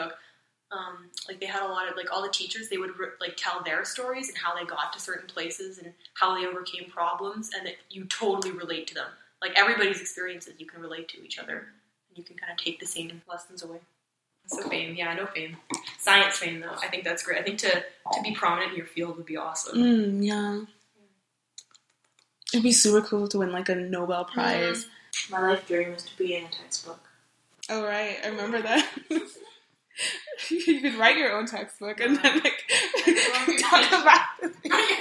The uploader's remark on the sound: We had a lot of people on one mic.